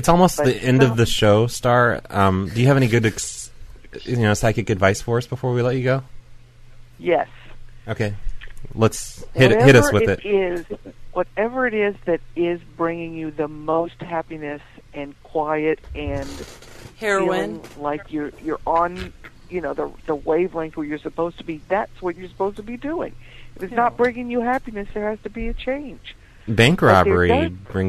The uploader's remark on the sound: RBCP's Personal Prank Phone Calls Collection